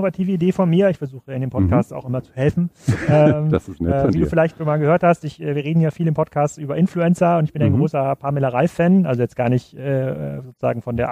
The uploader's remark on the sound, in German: Beim Waterkant Festivals Kiel. Auf dem Waterkant Festival in Kiel.